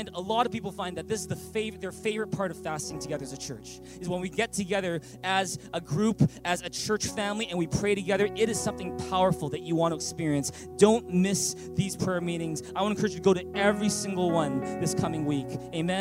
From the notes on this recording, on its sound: At Thrive ChurchVancouver, Canada.